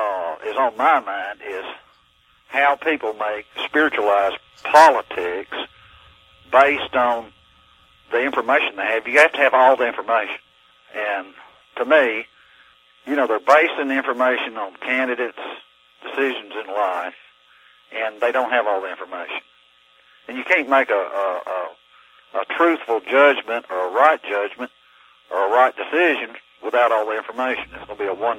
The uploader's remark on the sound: LIVE CALL